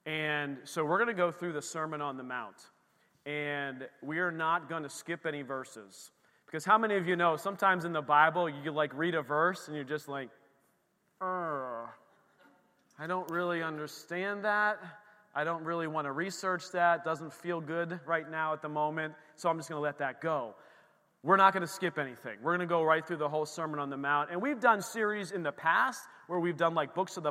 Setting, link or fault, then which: setting, large echoing room